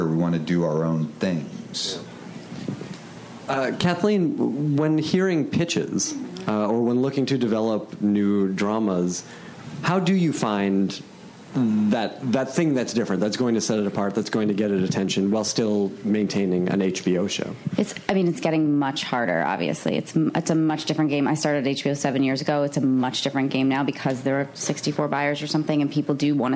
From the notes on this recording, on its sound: Panel from ATX Television Festival. Recorded June 5, 2015 at ATX Television Festival.